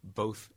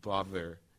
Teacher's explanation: The both form is unvoiced and bother is voiced.